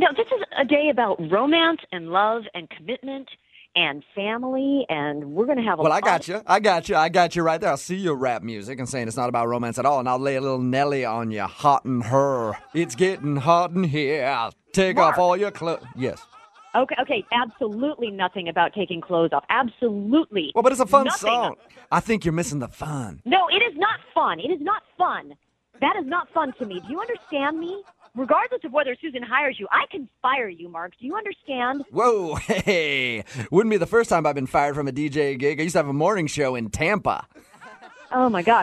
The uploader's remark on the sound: Phone Tap. By MOViN925.